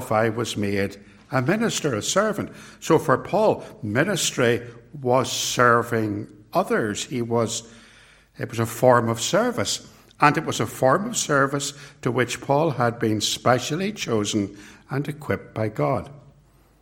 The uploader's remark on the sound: It was recorded at TRC